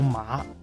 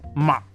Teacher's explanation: 但天津话中的骂往往被读作去声骂 · Shown in: second take